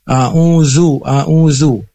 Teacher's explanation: huruf zai itu ujung lidah mendekati gusi atas dan sedikit ada desis. Nah, ini kalau terdengar seperti zai, a'udzu, a'udzu.